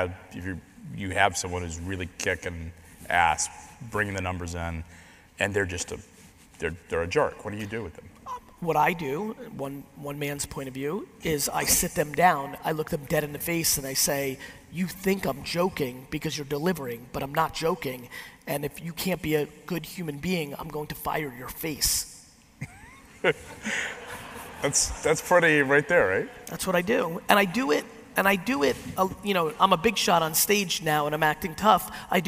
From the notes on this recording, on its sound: A keynote I did a few weeks back at Transparency19 WavesSide Chat.